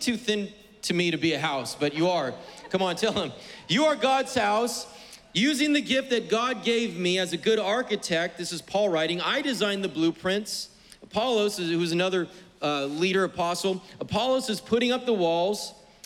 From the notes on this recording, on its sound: was preached on May 23rd at the 11:30AM service